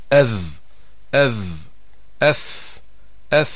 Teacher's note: تخرج عند التقاء طرف اللسان مع أطراف الثنايا العليا، أي الأسنان العليا الأمامية